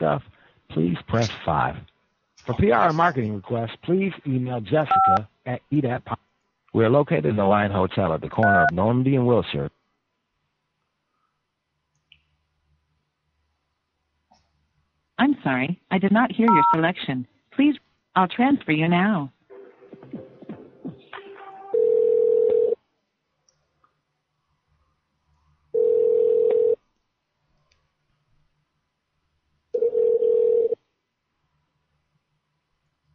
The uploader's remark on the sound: Prank Phone Calls Collection